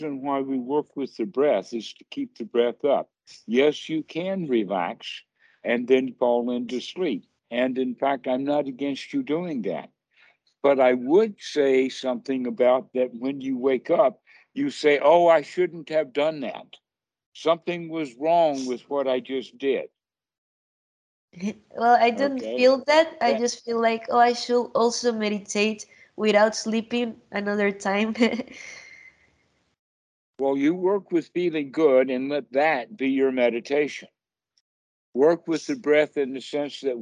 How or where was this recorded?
video call